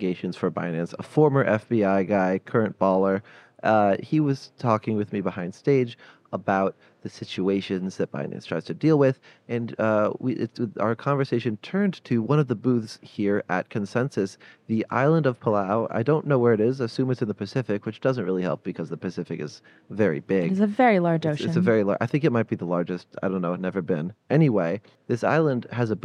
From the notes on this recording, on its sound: Live from Consensus 2023. Sit down for a live, in-person conversation on the breaking stories of Consensus 2023.